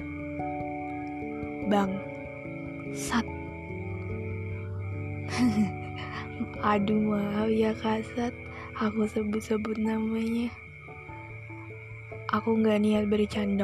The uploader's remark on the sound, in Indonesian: Maafin kalo ada suara yang lain yang masuk